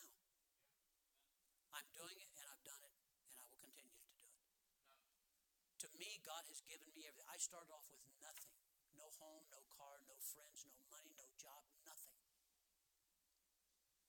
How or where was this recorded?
large echoing room